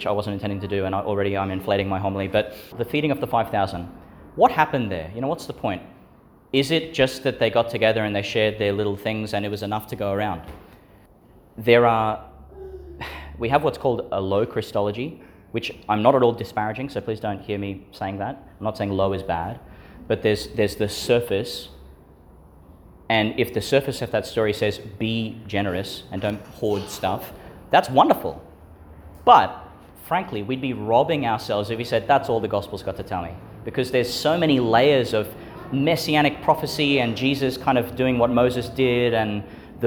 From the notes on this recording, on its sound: Homily for the Thirtieth Sunday in Ordinary Time, delivered at St Agnes Church, Agnes Waters, Qld.